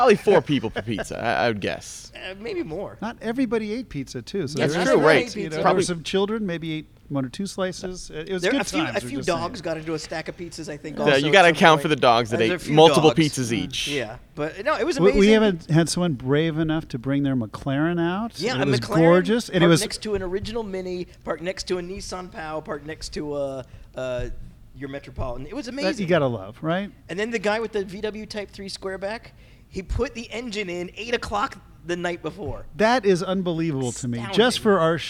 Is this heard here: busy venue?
yes